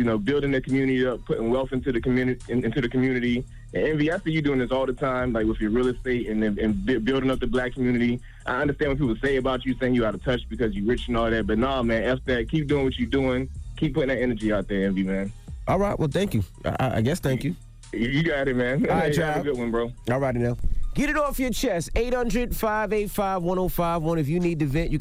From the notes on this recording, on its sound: We even opened up the phone lines